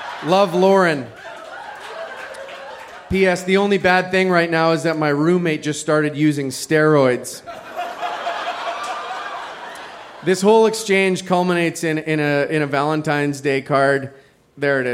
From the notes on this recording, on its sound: Recorded live at the Black Knight Pub in Yellowknife, NT.